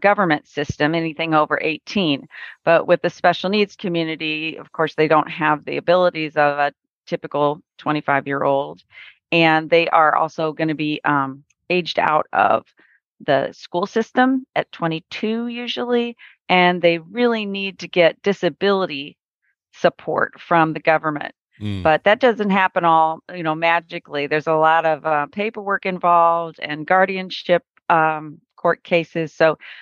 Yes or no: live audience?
no